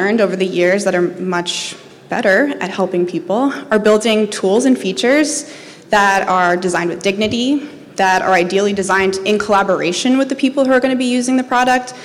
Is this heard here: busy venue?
yes